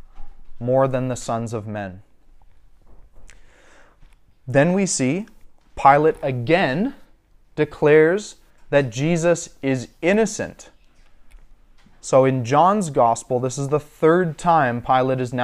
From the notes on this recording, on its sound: A sermon I preached recently at our local church as part of my Eldership training.